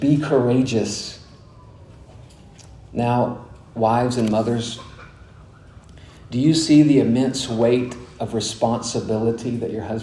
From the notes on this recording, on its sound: delivered at Grace Bible Church of Conway in December of 2021